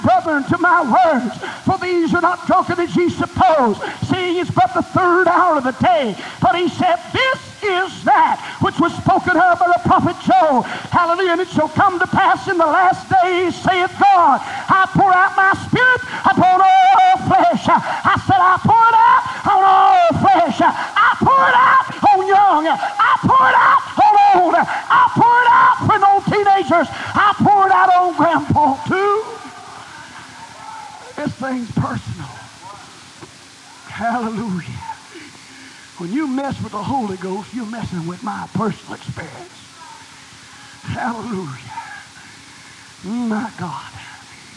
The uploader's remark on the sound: was delivered on September 27, 1987 at First Apostolic Church, North Vernon, Indiana